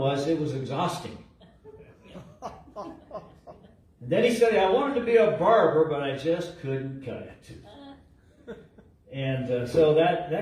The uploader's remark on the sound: LIVE from Calvary